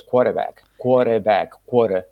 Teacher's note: un americano sí pronuncia las R suavitas, no como nosotros, eso no es quar, ¿eh?